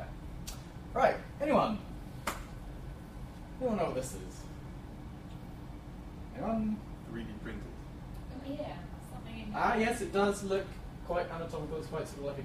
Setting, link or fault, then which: setting, live audience